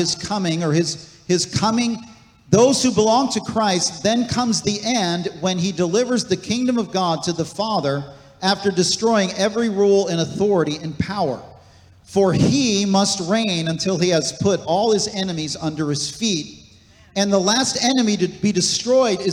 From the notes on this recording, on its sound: This message was recorded on August 27, 2023, at Gateway Church in Richmond, Indiana.